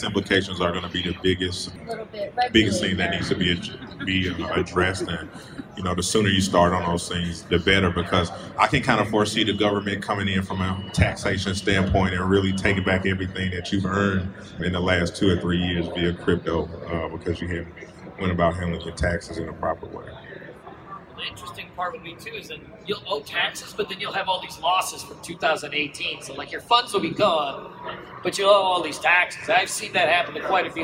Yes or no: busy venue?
yes